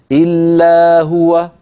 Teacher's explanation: لابد من نطق الألف وإلا تحولت إلى فتحة